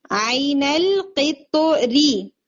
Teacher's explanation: تو جب آپ پڑھتے ہیں نا ری پڑھتے ہیں تو رو مکسور ہے تو لائٹ ہوگا. عین القطری، رو کی کسرہ پڑھتے ہیں اور رو لائٹ ہے، یعنی آپ اگر کنٹینیو کر رہے ہیں، وصل کر رہے ہیں، تو رو چونکہ حرکت کے ساتھ ہے تو اس کی حرکت کے اکارڈنگ پڑھے. · Term: ترقیق